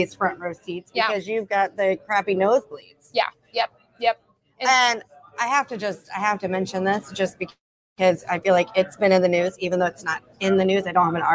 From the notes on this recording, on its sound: coming to you live from Coin Agenda at Puerto Rico Blockchain Week